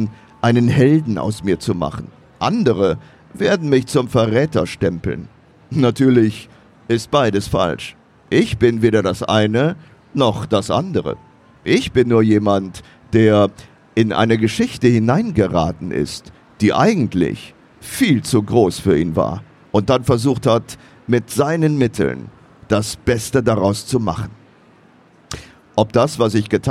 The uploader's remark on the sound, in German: live am Messestand